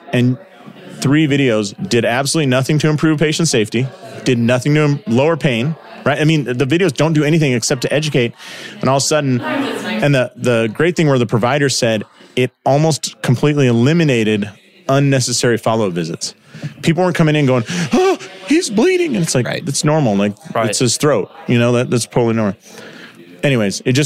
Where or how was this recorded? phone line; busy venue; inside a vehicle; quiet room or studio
busy venue